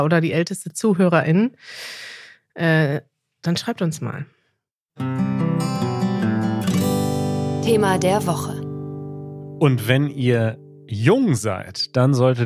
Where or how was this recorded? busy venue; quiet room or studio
quiet room or studio